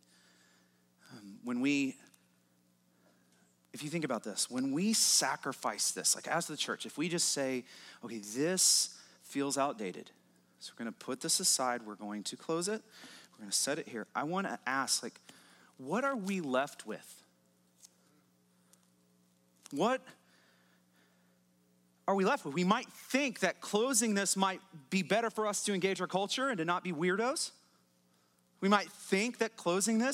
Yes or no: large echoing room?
yes